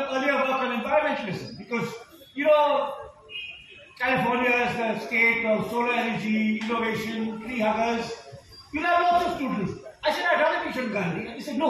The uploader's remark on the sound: Delivered an extraordinary speech in the Bangalore Literary Festival. It was shot by me using my Vivo phone without additional professional equipment.